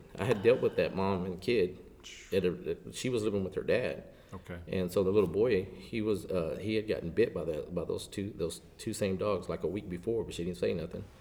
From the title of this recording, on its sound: Live From Texas Animal Control Association's 48th Annual Conference